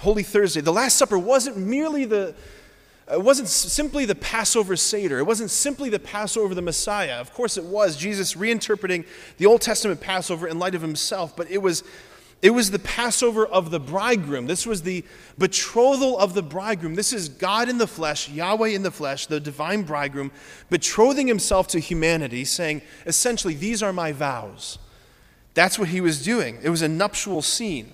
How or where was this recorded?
large echoing room